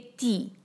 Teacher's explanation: تا پہ ہے کسرہ ایک حرکہ باریک رکھیں گے